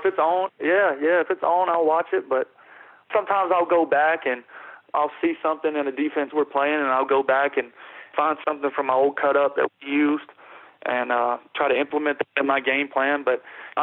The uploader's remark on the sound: joins on the Modern Woodmen phone line